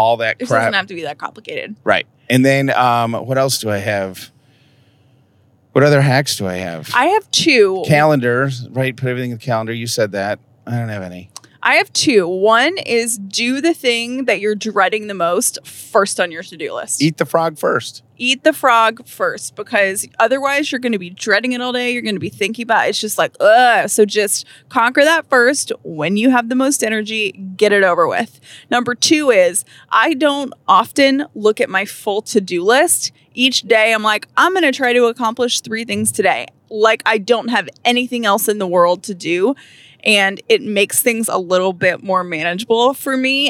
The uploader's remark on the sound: We answer some of your questions in the car on the way to Hilton Head!